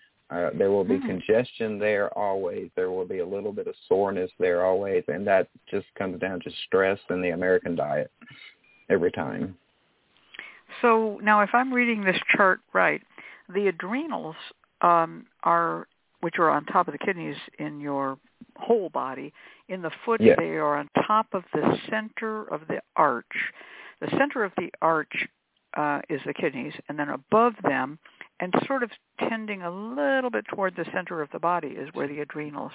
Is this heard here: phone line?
yes